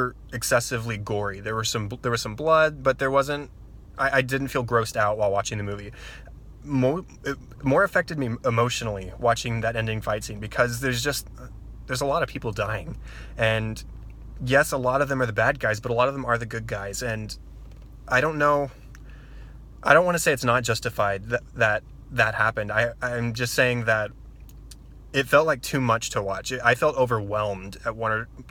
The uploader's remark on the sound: Before leaving the theater parking lot. This unedited audio comes straight from the original video I recorded from my car in the movie theater parking lot.